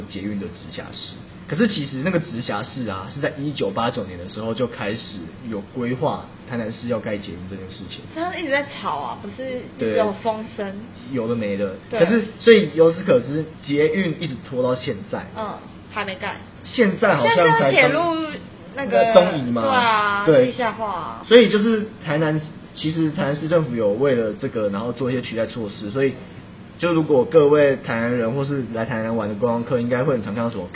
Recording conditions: background noise